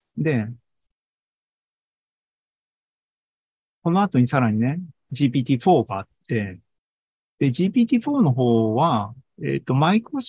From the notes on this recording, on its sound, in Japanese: ZOOMライブの模様です